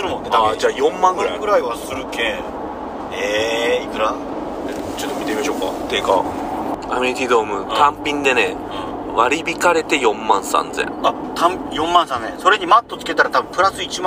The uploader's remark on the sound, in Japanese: 車の中で収録してます。